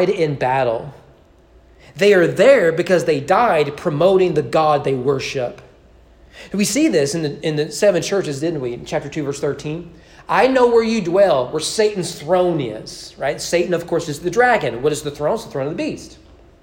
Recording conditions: large echoing room